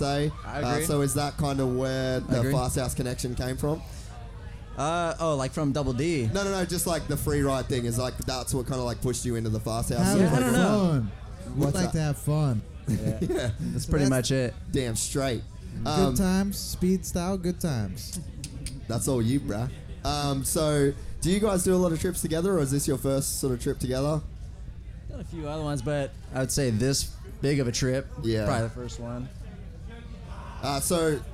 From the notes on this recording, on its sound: Another amazing Day in the Dirt Downunder has been and gone. This year we decided to take the Castor Couch and put on a live show for all of the Gypsy Gang in attendance!